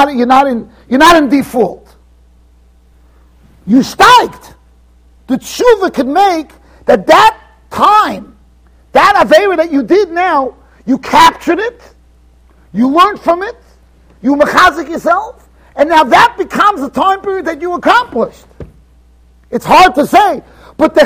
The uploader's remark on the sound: Shiur recorded in Yeshivas Ohr Reuven, Monsey NY.